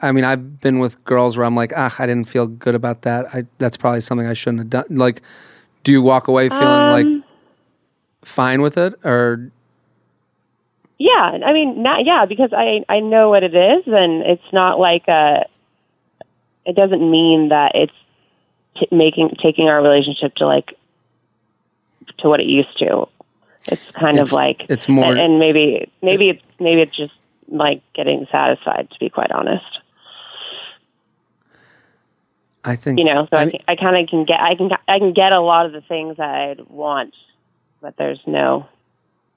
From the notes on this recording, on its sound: Has a phone conversation with a listener.